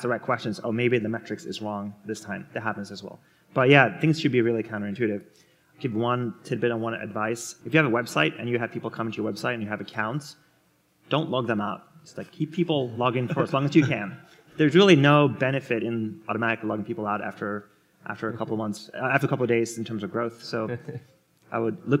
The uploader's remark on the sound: The Scaleup Offsite 2017. This panel was recorded at The Scaleup Offsite, an event focused on scaling companies co-hosted by Greylock Partners and YC Continuity.